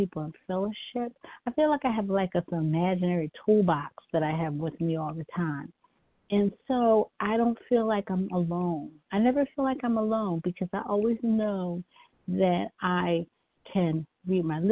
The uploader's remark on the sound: 100 Pounders Phone Meeting, 6/19/23.